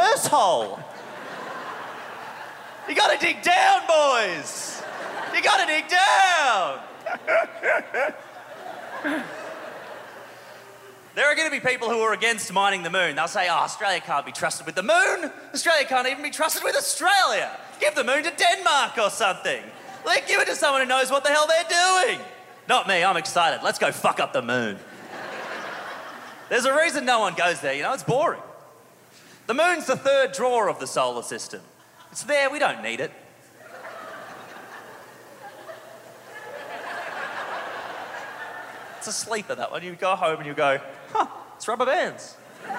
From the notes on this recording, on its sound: A Rational Fear — LIVE — Melbourne Comedy Festival 2022. Thrilled to bring you the A Rational Fear LIVE show we did last month at the Melbourne International Comedy Festival. This is a podcast recording I'm sorry. She's waving by the sound desk.